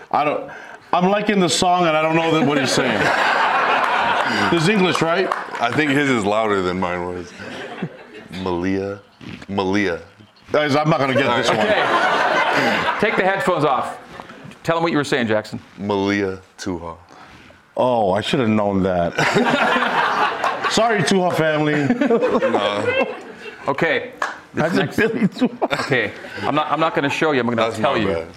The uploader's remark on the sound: A live audience in Studio C.